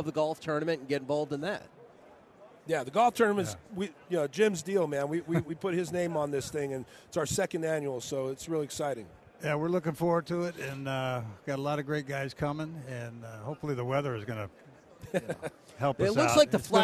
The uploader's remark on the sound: LIVE from Radio Row in Las Vegas!